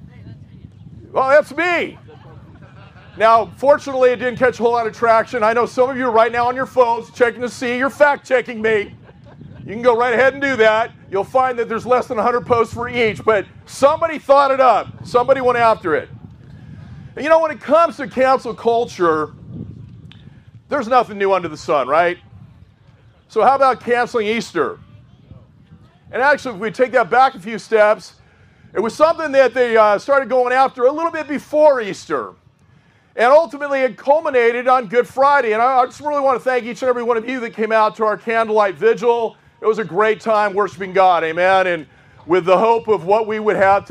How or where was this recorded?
outdoors